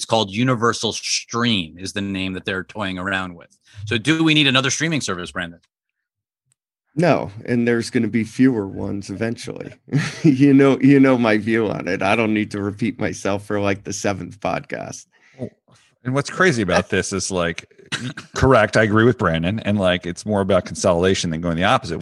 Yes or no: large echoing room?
no